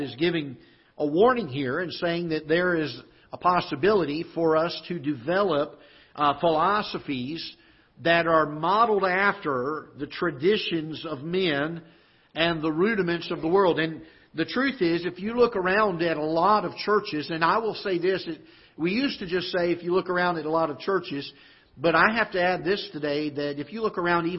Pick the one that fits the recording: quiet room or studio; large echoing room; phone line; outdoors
large echoing room